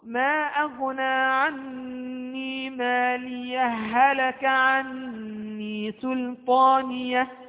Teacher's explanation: في الوصل اجتمعت عندنا هاءان، الأولى ساكنة والثانية متحركة، فأدغم الثاني في الأول وصارت هاء واحدة